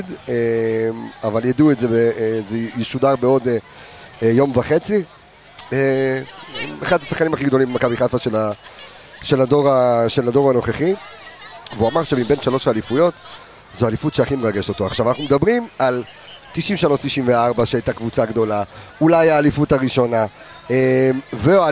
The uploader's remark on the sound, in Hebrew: פרק שהוקלט בחגיגות האליפות מס' 3, הרבה רעש, ים בלאגן